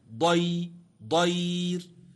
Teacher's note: فالياء التي تسكن وقبلها فتح تسمى ياء لينة